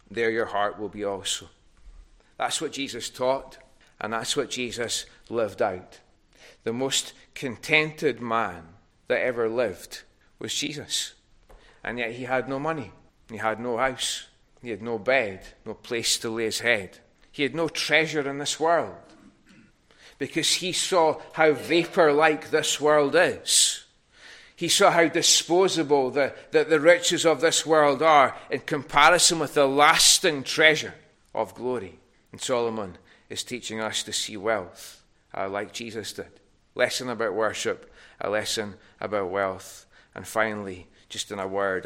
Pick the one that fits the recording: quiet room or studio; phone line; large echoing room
large echoing room